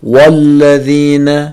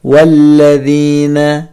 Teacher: إذا ابتدأنا بالواو في أول الجملة لا نفخم الواو · Shown in: second take